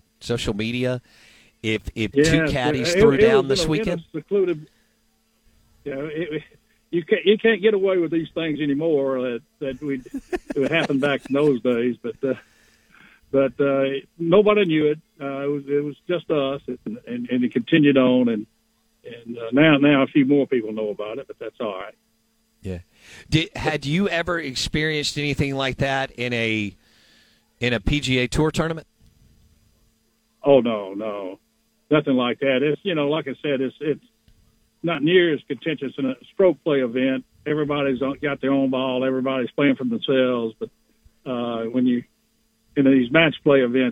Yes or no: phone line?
yes